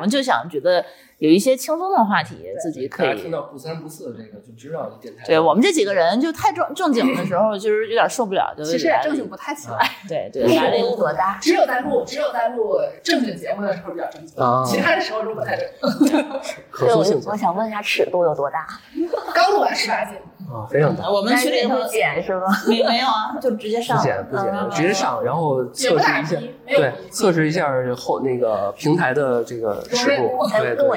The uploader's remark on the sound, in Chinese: 本节目是上个月我们参加大内深夜谈谈播客网络，在阿那亚举办的「声量 the power of voice」活动，这是一个24小时不间断的声音对谈活动。因为录音的环境限制，会有杂音、回声、所以可能效果没有那么的理想。